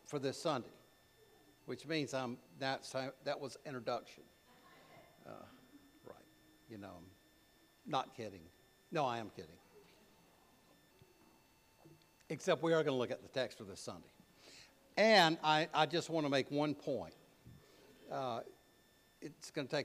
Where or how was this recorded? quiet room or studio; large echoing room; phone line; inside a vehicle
large echoing room